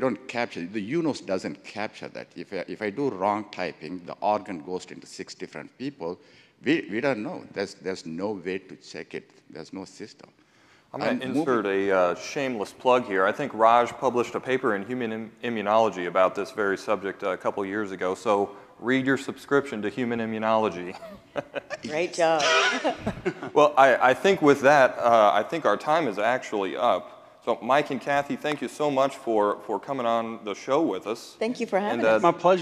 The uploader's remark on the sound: Live from the 2023 ASHI Annual Meeting